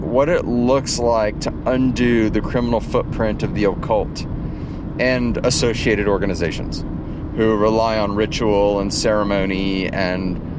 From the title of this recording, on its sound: In the Car, from the Field...